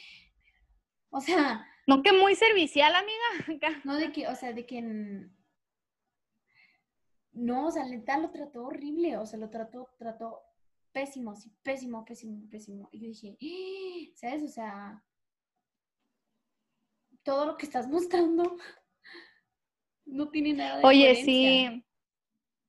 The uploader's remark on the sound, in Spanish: tuvimos algunas dificultades para grabar